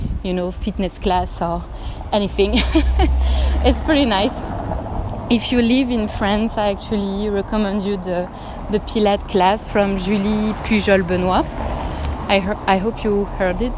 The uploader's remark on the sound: I decided to have a spontaneous walk and record in the street